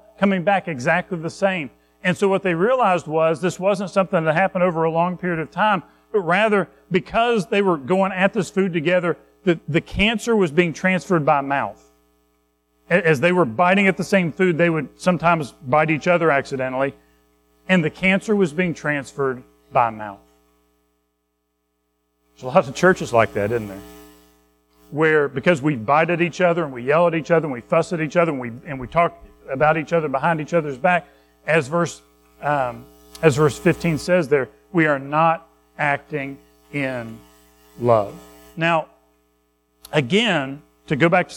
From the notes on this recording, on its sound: Recorded at Madison Baptist Church in Madison WV.